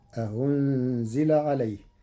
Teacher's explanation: قرأ ورش كلمة أأنزل بتسهيل الهمزة الثانية بين، فتصير أهنزل عليه.